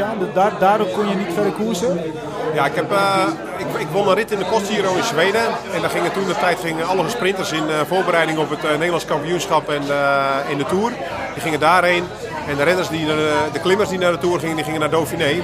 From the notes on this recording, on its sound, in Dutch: Vandaag zitten we niet voor de tv, maar zijn we live aanwezig in de koers en we doen het luxe, want we zitten in een VIP wagen bij de finish van de proloog van de Ronde van Noord-Holland.